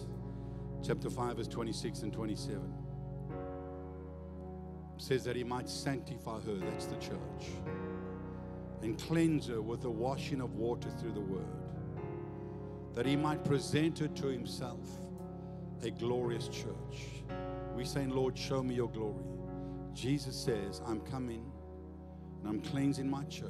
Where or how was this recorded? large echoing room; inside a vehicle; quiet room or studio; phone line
large echoing room